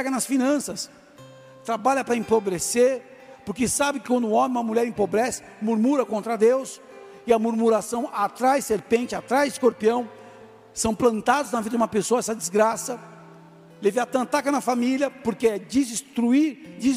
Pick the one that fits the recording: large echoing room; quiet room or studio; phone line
large echoing room